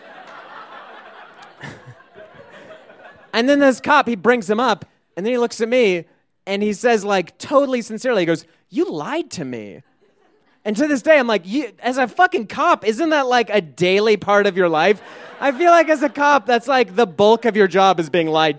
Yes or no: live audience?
yes